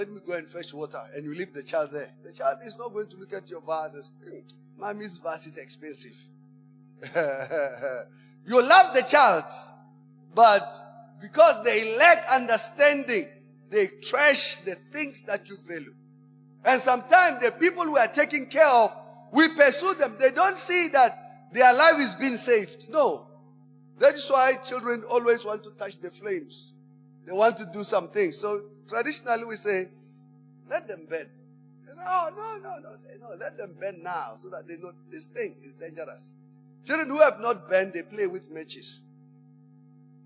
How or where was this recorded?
large echoing room